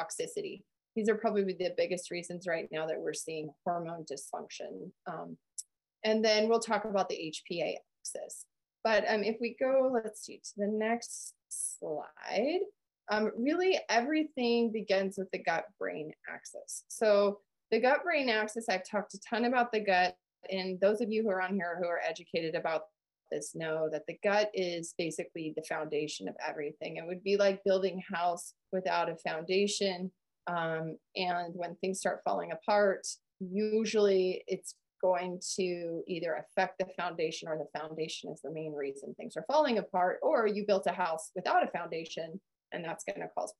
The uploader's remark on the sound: listen to a recording of our live Men's Health Webinar from May 2023